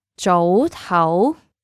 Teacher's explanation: Both of them are high rising tones.